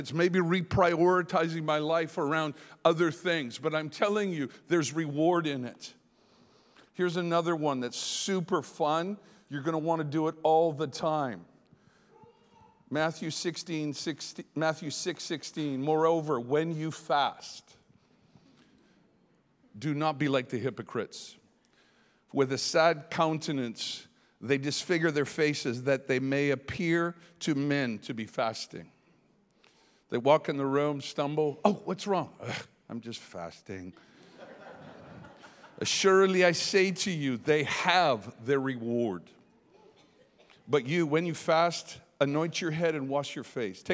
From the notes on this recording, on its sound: Here is an excerpt from the Behold Conference hosted in Tauranga, New Zealand.